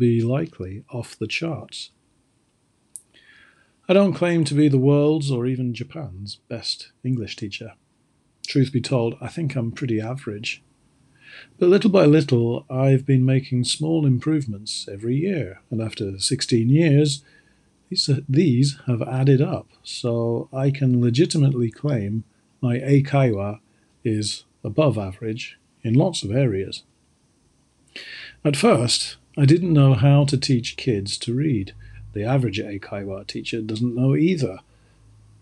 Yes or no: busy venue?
no